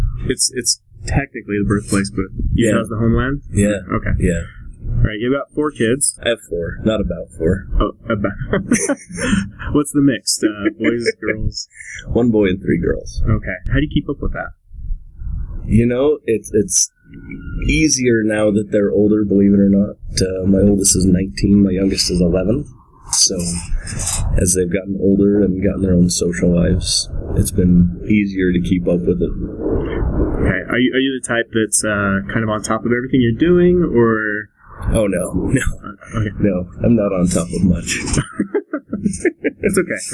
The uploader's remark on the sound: By the time we had set up the mics and done a quick sound check. Sat down in a city park in Layton, Utah.